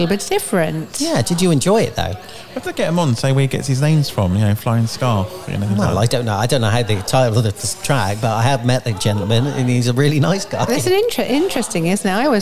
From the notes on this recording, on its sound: recording from Cantine on Fleet's high street.